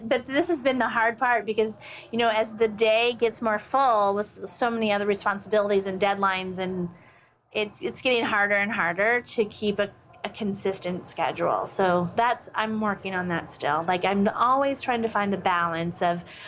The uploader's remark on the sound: We recorded this episode in Savannah, Georgia, at Quilt Con 2017.